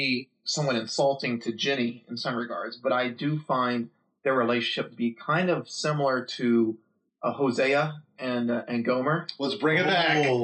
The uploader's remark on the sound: (Also once again we apologize for some audio issues).